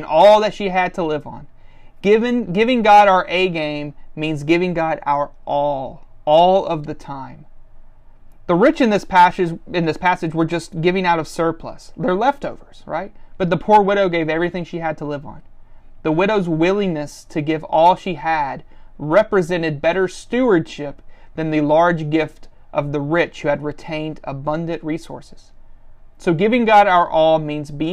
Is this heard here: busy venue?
no